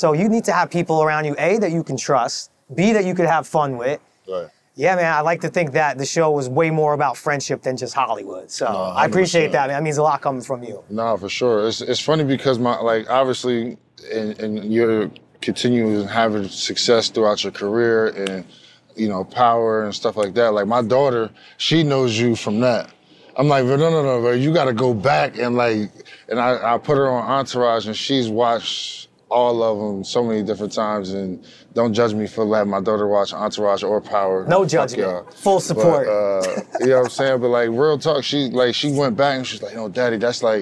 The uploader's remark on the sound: Shot on location at Top Golf Las Vegas.